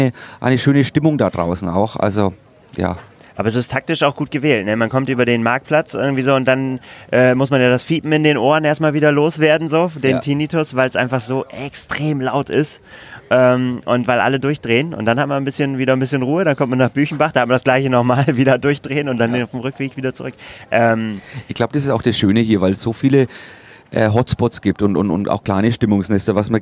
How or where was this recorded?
busy venue